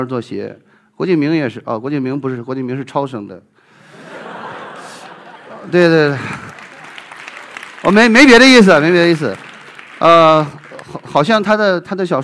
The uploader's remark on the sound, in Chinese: 一席现场